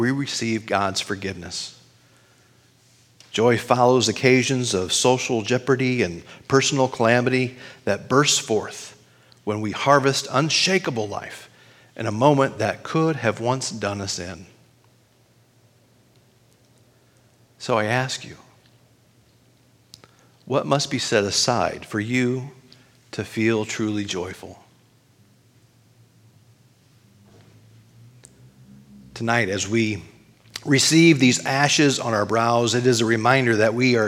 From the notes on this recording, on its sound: Recording of this weekly worship service at Our Lutheran Church (West Lafayette, IN).